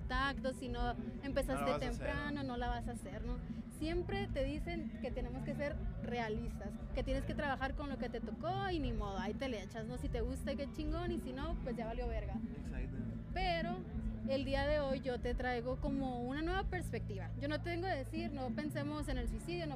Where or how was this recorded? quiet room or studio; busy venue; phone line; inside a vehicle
busy venue